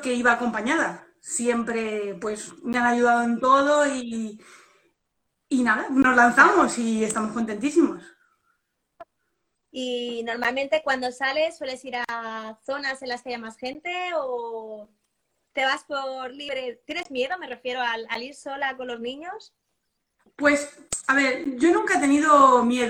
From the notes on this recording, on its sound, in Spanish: volcar el audio del directo de Instagram del domingo 24 de mayo de 2020